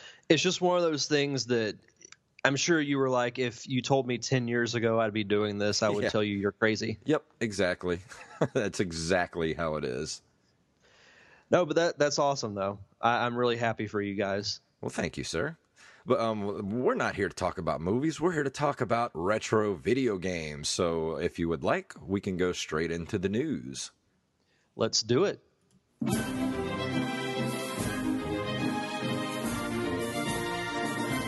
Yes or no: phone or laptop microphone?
no